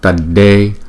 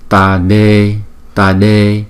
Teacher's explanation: Chữ D không có dấu nặng thì chúng ta đọc bình thường để cái lưỡi ngay cái răng